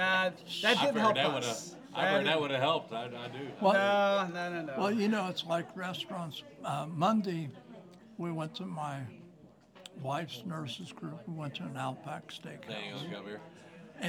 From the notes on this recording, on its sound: At Creek Bottom Brewery. We enjoyed having a live audience at the taproom.